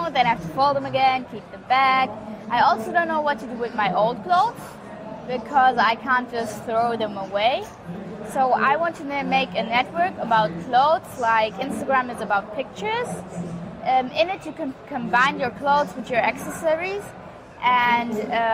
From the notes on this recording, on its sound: The video interview was recorded at SAP next-gen stage at Entrepreneur University in Wiesbaden, Germany. Thank you to SAP Next-Gen for providing us space at their booth for the interviews.